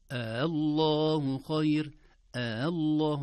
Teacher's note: الهمزة الثانية مسهلة زي أعجمي بالضبط · Term: وجه التسهيل